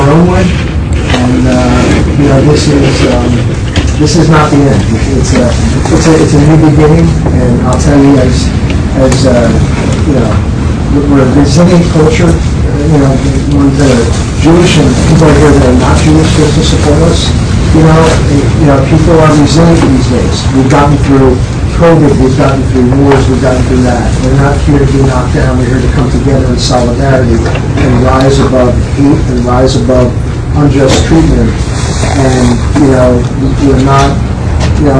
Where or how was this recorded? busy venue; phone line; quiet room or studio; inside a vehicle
busy venue